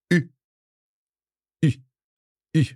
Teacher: your lips come forward, OU, and your tongue goes back a little in your mouth · Term: round mouth